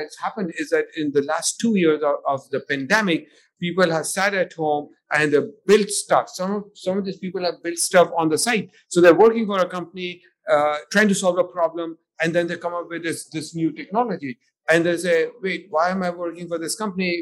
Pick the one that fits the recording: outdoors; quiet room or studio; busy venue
busy venue